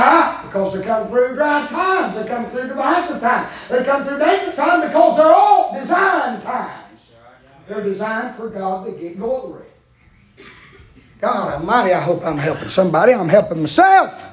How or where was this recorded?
large echoing room